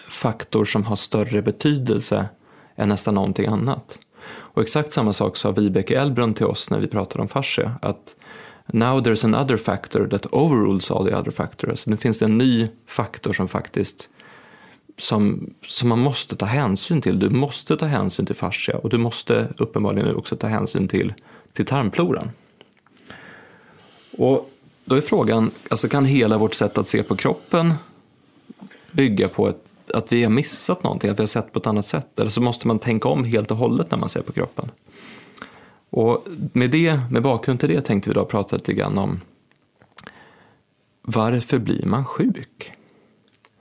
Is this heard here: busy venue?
no